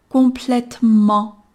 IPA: kɔ̃plɛtmɑ̃